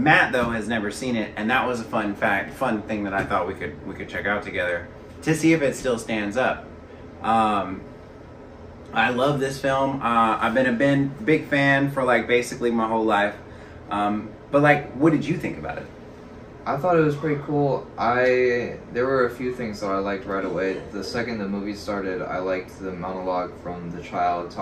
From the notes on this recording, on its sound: Please bear with us on the sound we did not find out till we were completely finished that our mics were not at all working.